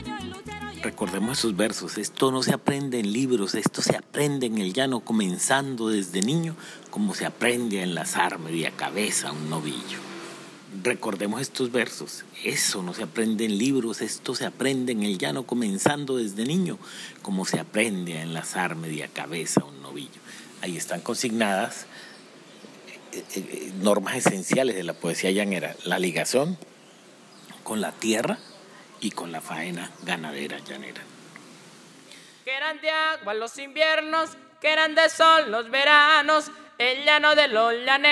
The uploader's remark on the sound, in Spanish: Grabado en campo y narrado por un vaquero y gestor cultural de la región.